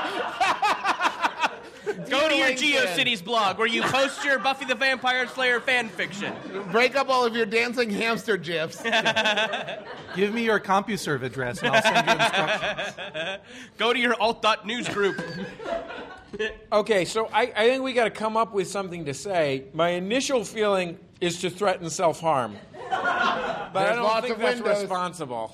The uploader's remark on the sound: Live at MaxFunHQ for MaxFunDrive 2015. Streamed online from MaxFunHQ.